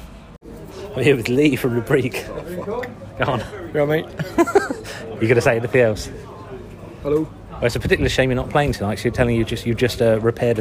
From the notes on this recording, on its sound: The Smokehouse, Ipswich (live review). Gonzo-style review of two heartbreakingly heavy bands sonically demolishing the brilliant Smokehouse independent venue in Ipswich. With our live reviews, we include field recordings and conversations with our fellow patrons, to try and immerse you in the experience.